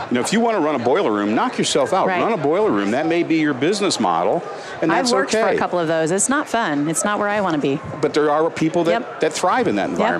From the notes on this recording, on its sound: LIVE from Las Vegas, at #HRTechConf